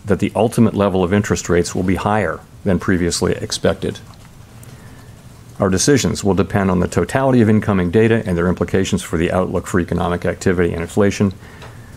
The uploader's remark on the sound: We are live at Web Summit in Lisbon